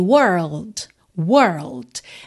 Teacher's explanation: Quando você está lá no meio dessa enrolação do R, were, você leva a língua para o céu da boca para o L.